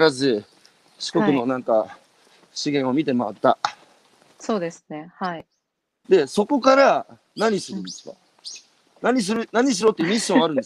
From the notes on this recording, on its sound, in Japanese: 歩きながら1時間、対談する